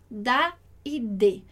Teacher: Olha onde a sua língua encosta no céu da boca ali, né? Atrás dos dentes, um pouco no céu da boca.